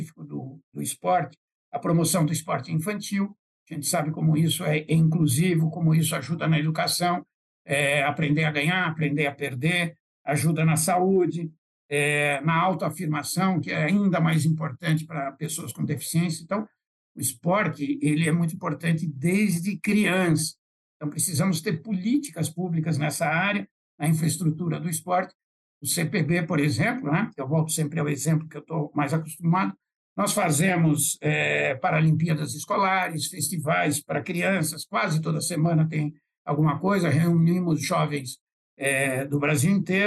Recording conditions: video call